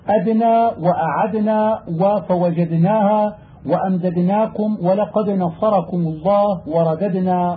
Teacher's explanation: فإذا سكنت الدال وأتت بعدها نون وجب أن تبين الدال لئلا تخفى عند النون لسكونها واشتراكهما في الجهر وتقارب مخرجهما، وذلك نحو قوله أدنى وأعدنا